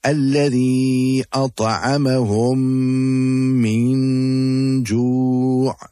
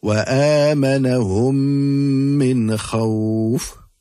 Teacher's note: the two mims become incorporated and will be recited with ghunna